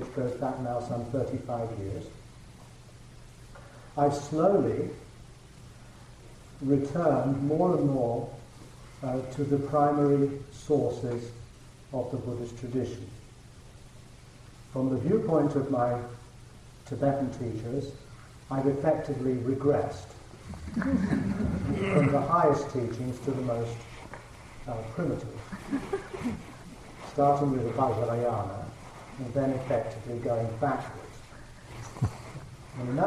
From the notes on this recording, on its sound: The quality of the recording of this talk may be improved after 11/15